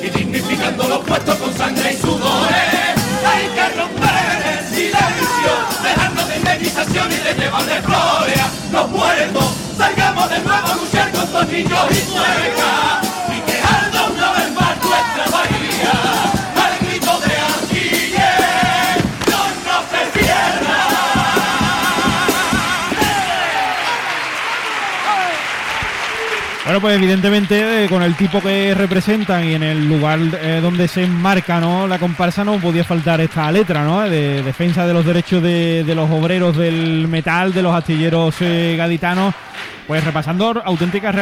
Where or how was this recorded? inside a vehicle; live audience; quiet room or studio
live audience